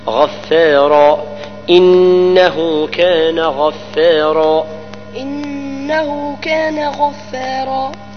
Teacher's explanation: الغين من حروف الاستعلاء والراء مفخمة